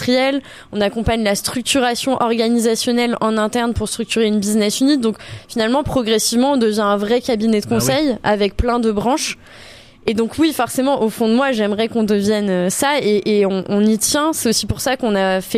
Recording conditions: busy venue